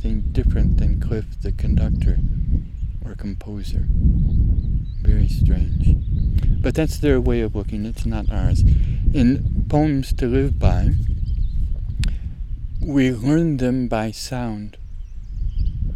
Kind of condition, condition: fault, wind noise